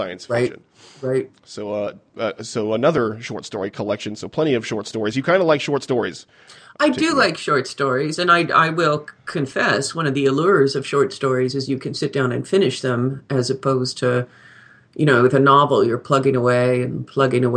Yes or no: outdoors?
no